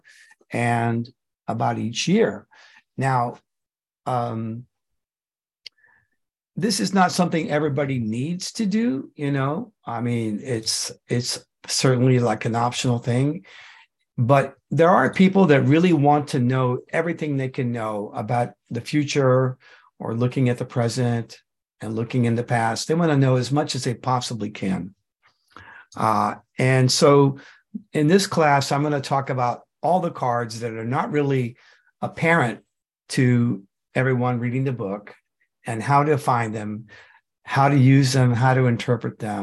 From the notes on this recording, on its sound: The shows are now all hosted on Zoom.